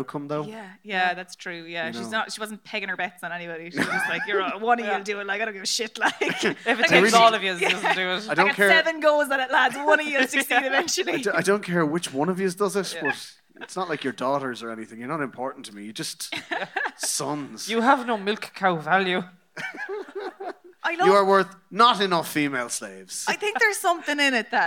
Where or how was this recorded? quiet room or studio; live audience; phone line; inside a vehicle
live audience